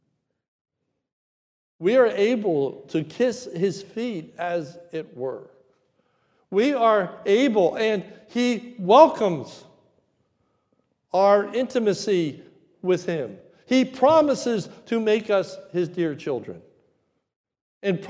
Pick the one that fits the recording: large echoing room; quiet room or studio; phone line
large echoing room